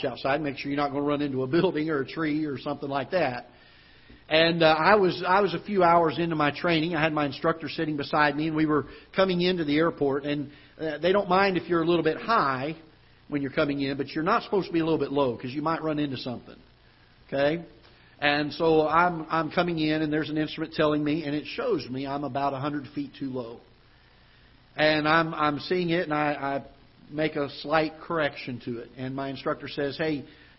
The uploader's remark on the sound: Ketha Heights Baptist Church ~ Live Broadcast